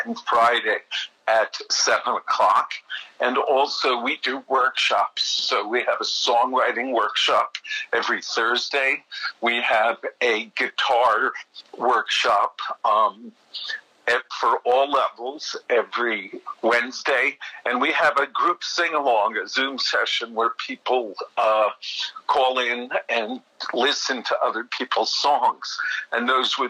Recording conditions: phone line